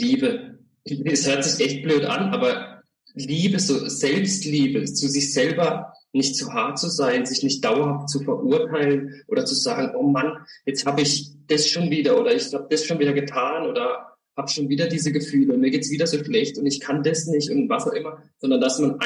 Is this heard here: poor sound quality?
yes